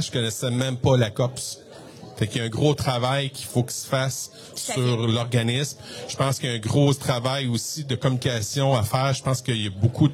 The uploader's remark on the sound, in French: L'entrevue a été enregistré au 41e congrès de l'AQUOPS